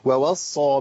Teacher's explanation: واو و الواوين الاثنين مرققين، ما اقولش واوا